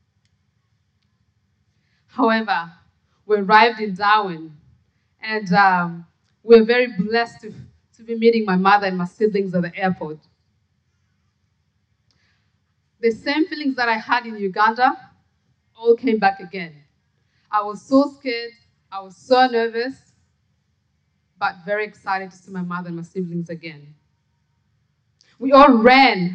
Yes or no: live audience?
yes